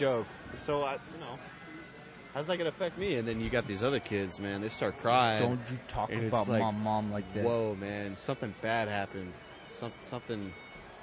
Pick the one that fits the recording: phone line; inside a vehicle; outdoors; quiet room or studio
outdoors